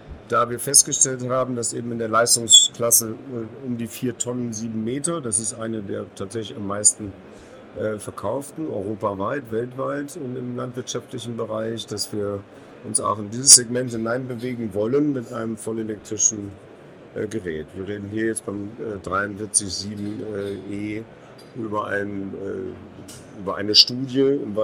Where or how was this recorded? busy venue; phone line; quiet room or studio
busy venue